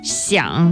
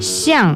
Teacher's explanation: The tones are very different. 想 the third tone. 像、 mm-hmm. the fourth tone.